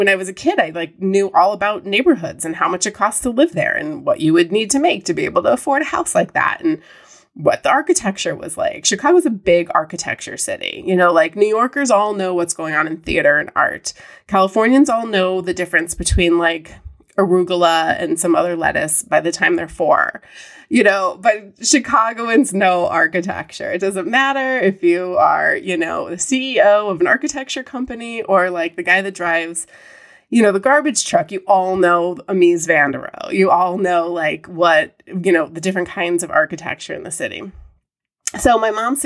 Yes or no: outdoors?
no